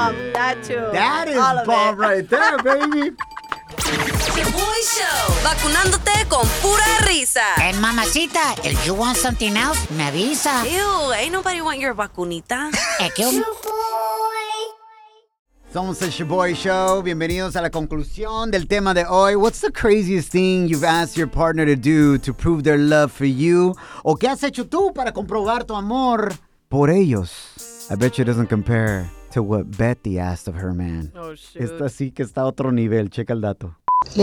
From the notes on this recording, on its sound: We opened up the phone lines and asked our listeners what's the craziest thing they asked their partners to do—to prove their love!